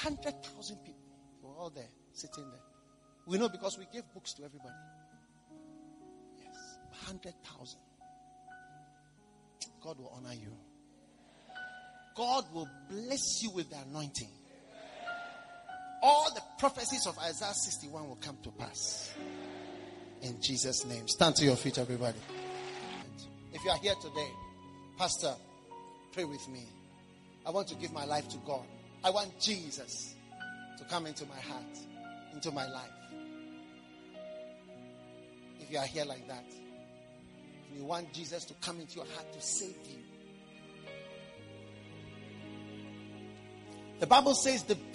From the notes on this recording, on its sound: Preached at the Action Chapel International, Accra.